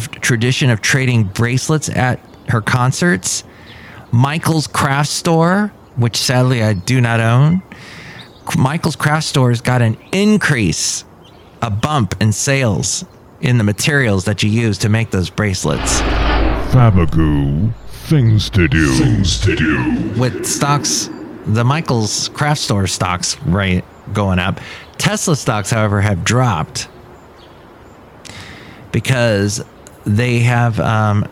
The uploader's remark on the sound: podcasts live from Café Anyway